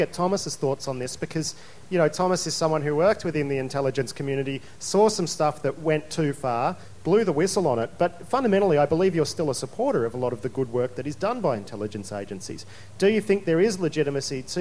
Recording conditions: busy venue